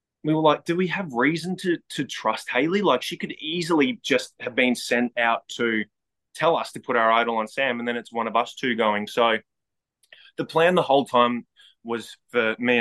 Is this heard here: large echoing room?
no